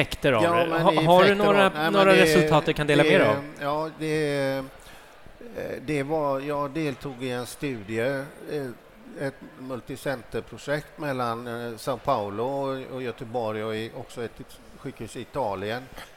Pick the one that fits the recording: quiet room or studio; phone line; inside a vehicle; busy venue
busy venue